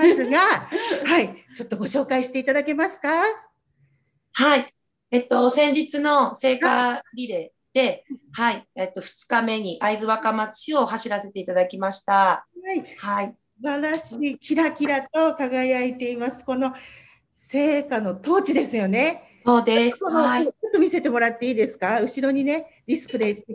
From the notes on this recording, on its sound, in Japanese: Zoomでお話を聞きました